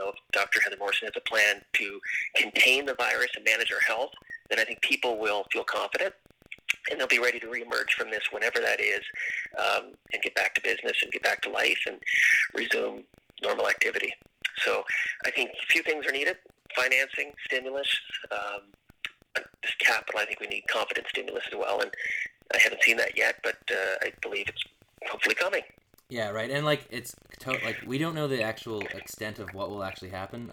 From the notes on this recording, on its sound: were able to record via conference call, so we apologize for weak audio.